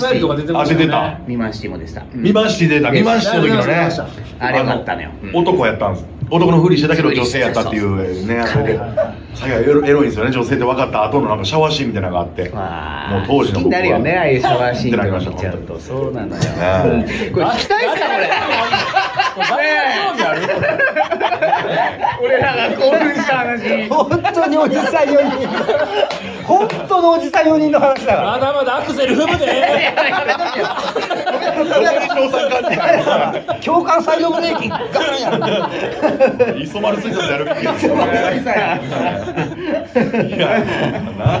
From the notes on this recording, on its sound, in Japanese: 公開収録